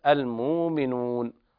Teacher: وقرأ ورش بإبدال الهمز حرف مد المؤمنون، والوقف على النون بالسكون.